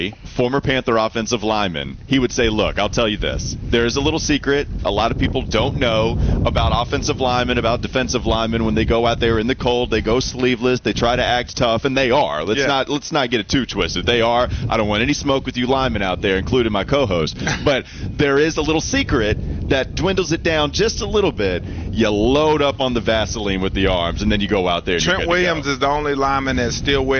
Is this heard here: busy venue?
yes